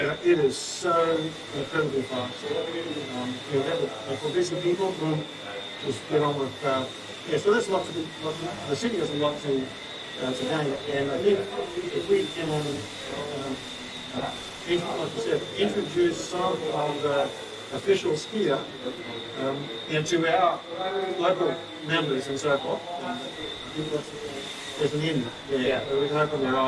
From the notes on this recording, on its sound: Sound quality was impacted by testing the audio setup before the conference, and also the unexpected background noise